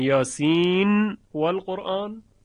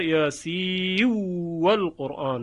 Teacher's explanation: یعنی کلمه ای وقتی میگن به دو وجه خونده شده، مثلا یاسین و القرآن بدون ادغام، به فک الادغام، این یک وجه. وجه دیگر یاسی و القرآن که با ادغام هست